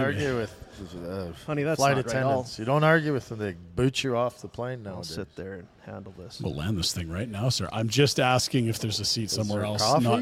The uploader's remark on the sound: Live from Tower Chrysler